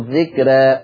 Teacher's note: إن الراء لما يجي بعدها ألف مادية في آخر الكلام متطرفة، على طول ورش يقللها قولا واحدة ملوش فيها خلف، ما قولش ذكرى ذكرى، لا ورش يقول ذكرى على طول في حينه.